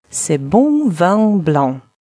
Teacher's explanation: Носовые. Гласные произносим в нос, а согласные «н», «м» не произносим.